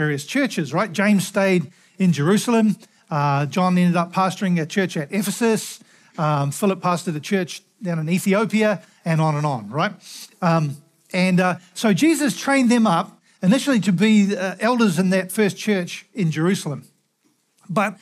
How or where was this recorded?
large echoing room